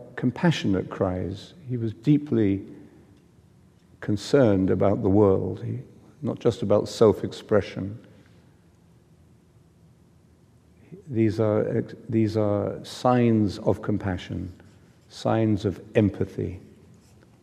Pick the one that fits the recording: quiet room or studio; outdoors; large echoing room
large echoing room